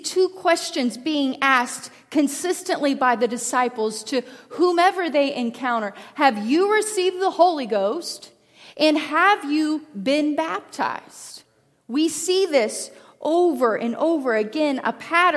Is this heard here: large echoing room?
yes